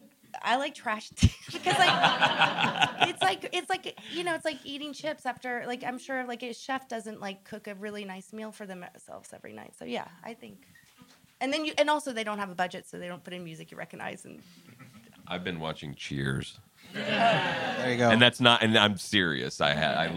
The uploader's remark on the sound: This conversation was recorded live at ATX TV Festival Season 12 (June 1-4, 2023) in Austin, TX.